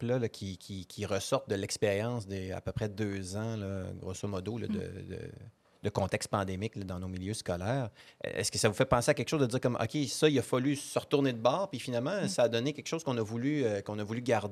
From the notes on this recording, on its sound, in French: Enregistrée à l’occasion du Colloque des leaders pédagogiques 2022